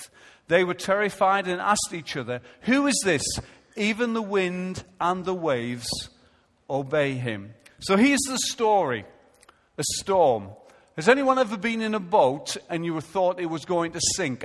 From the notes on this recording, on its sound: Recorded live at Life Church on Sunday 18th October 2015.